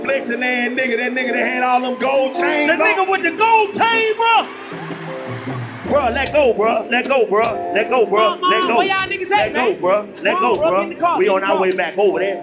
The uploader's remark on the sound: Live From The Jacksonville Arena